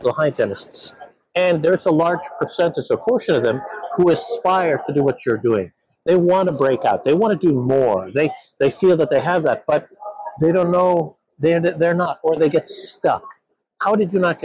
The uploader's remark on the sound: live from the 2023 ADA SmileCon show floor